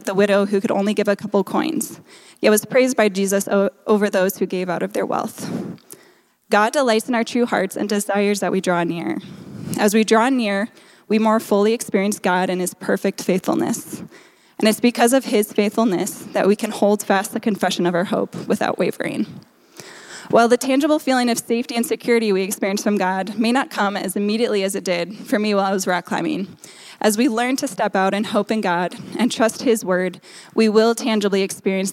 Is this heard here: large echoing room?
yes